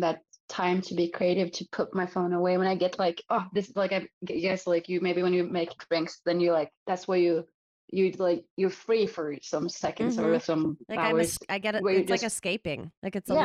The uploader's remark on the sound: Our Zoom room.